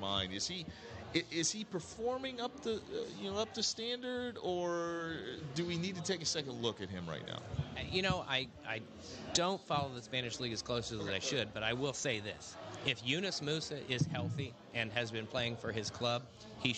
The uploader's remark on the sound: We’ll be watching live from our favorite local pub, and things are sure to be raucous.